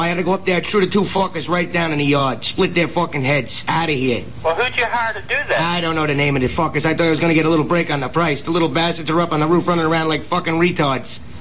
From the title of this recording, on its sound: 44 Crank Calls